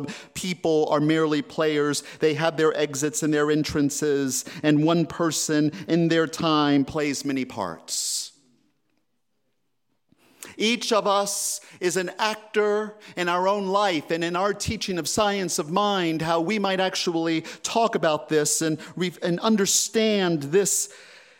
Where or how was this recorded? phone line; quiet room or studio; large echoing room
large echoing room